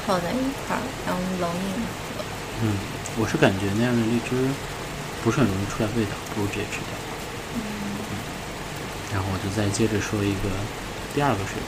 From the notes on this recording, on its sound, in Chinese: 录制背景是北京的夜雨哦！